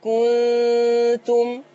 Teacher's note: لساننا عن مخرج النون، لأن لو قربنا اللسان من مخرج النون مش هيبقى إخفاء كده، هيقرب للإظهار